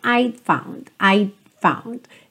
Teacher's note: Língua lá no céu da boca, mas não tem o t. t. Ele é quase imperceptível.